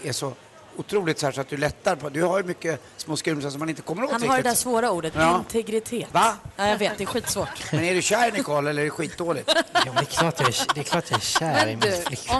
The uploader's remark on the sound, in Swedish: Live från Arlanda! Tävlar med resenärer på plats!